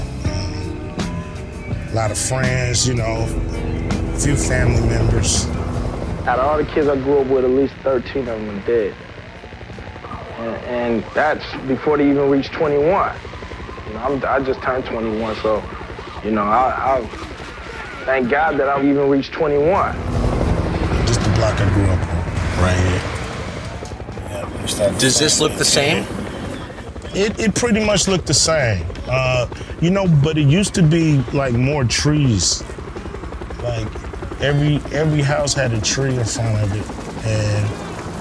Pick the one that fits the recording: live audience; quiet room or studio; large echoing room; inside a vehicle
inside a vehicle